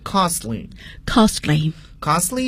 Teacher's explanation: 你会发现 T 这个爆破音似乎被省略掉了